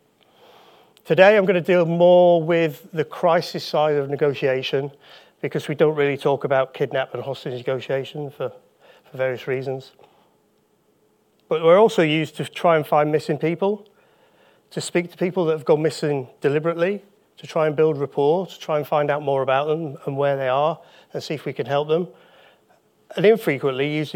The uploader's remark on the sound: Live Recording taken from the UKSCA Annual Conference